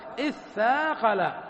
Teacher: أدغمنا الثاء في الثاء